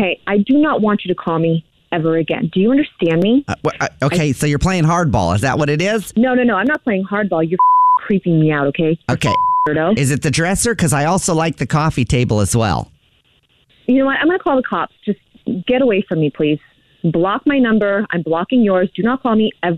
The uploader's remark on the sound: Phone Prank